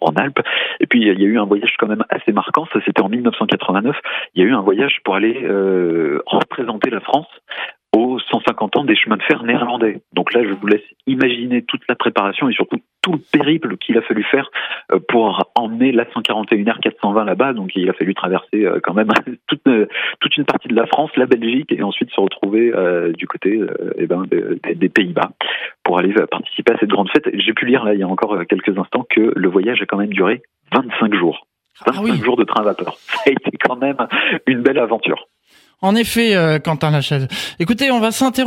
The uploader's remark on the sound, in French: par téléphone